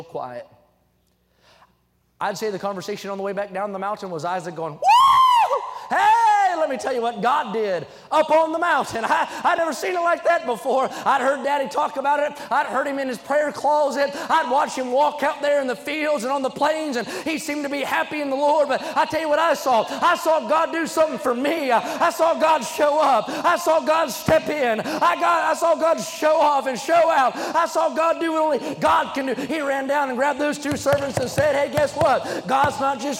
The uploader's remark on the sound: during the Sunday Evening service on June 11, 2023, at North Valley Baptist Church in Santa Clara, California.